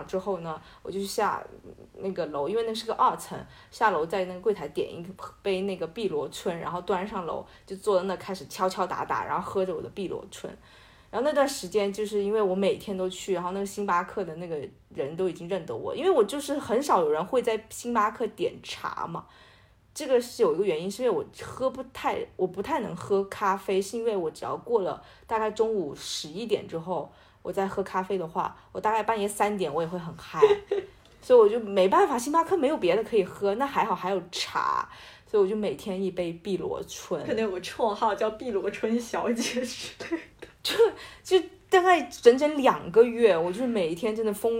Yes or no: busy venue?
no